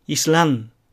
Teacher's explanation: 舌先を上の前歯の内側の歯茎につけるエネのんという音になるわけです